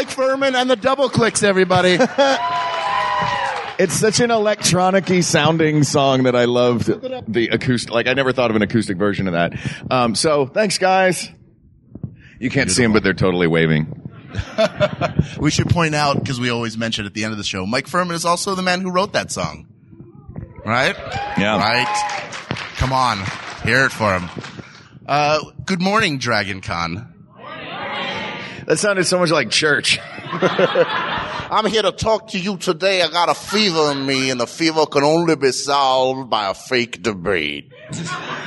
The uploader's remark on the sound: Recorded Live at Dragon Con